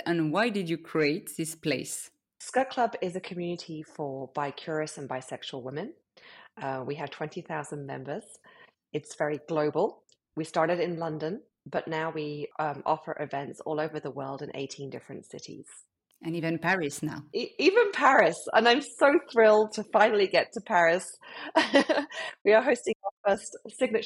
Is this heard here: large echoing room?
no